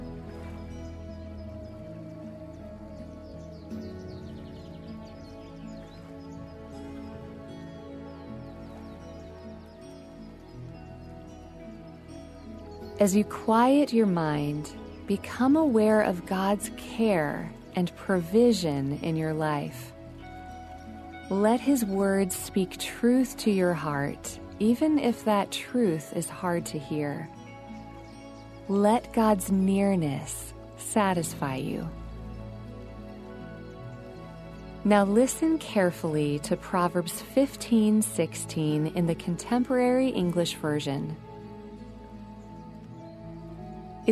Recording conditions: sounds in the background